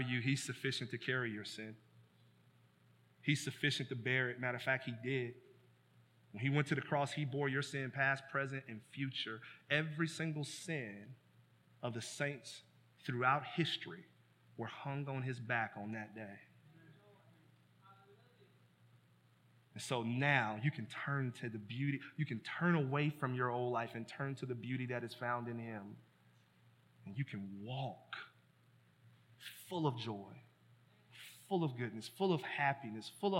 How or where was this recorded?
large echoing room